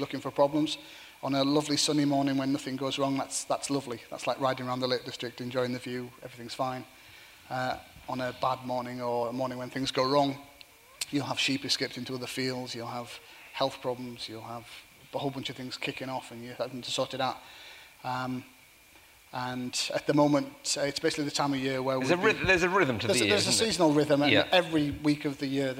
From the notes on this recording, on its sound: live at The Tabernacle